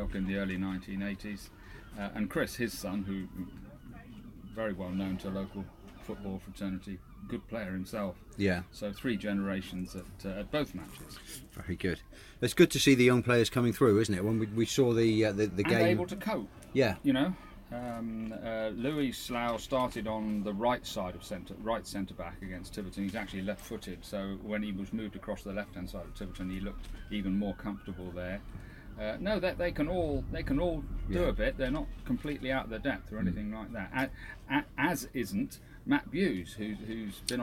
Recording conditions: outdoors